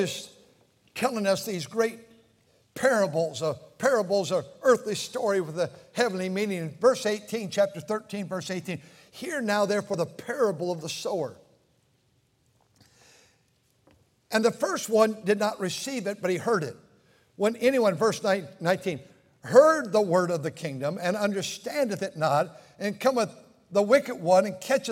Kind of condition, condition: setting, large echoing room